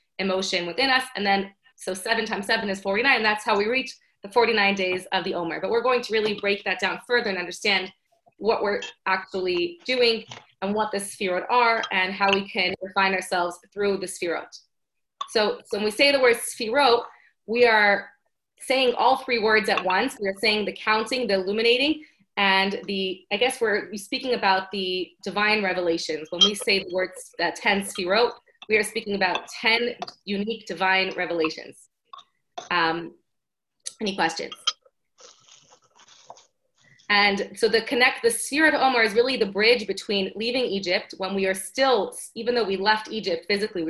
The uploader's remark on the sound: Zoom Classes.